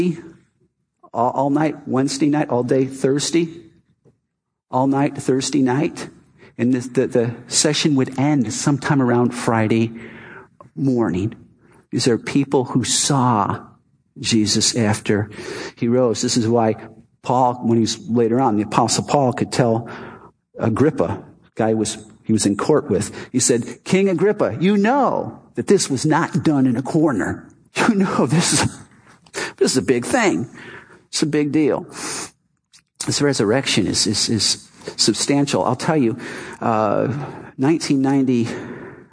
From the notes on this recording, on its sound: Our Easter service "Not Another Dead God".